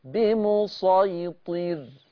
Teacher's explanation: فخمت الراء، انا عايز لسانك من ورا ينزل بمسيطر. بمسيطر ايوه كده. · Term: الراء مفخمة